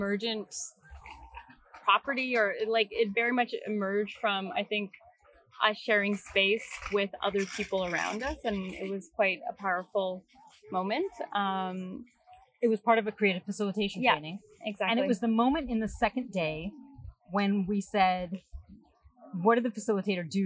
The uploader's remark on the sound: Even though these is so much strange background noise in this podcast.